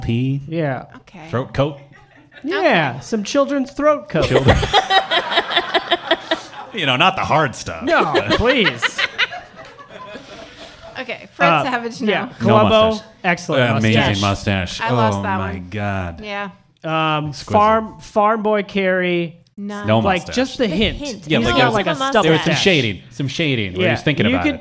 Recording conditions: live audience